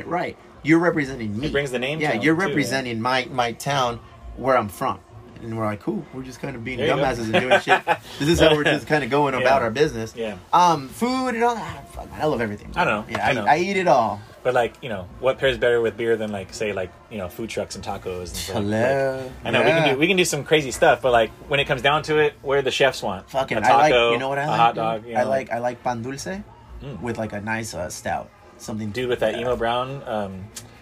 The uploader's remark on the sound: a conversation we did on location at his Chula Vista historic dive bar, The Elwood